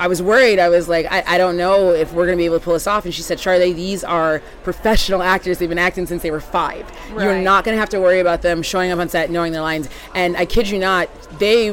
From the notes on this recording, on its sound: We are live, on-location at the TCL Chinese Theatre for the 19th annual Oscar Qualifying HollyShorts Film Festival.